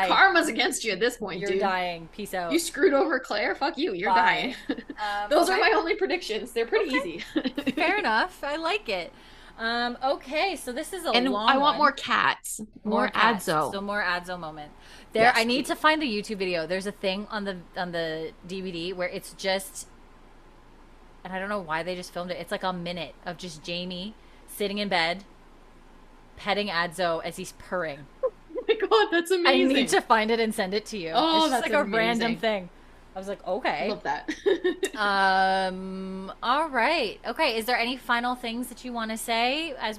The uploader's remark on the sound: Sorry for the slight buzzing you may hear in the background…..it was the air conditioner and I thought the mic wouldn’t pick it up.